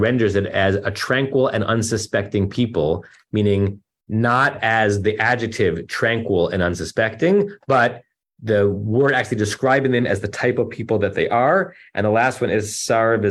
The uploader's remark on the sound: Temple Beth Am, Los Angeles.